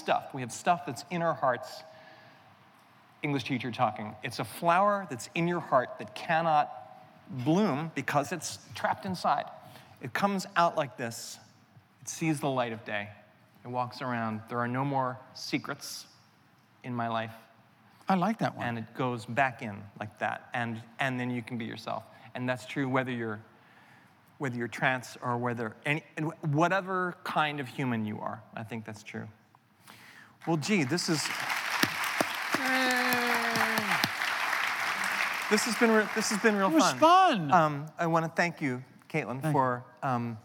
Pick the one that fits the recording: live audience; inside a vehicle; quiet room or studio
live audience